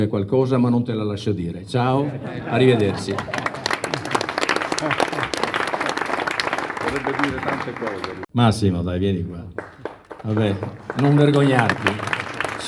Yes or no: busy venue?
yes